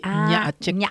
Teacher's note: y en el medio de las dos A tiene ese sonido glotal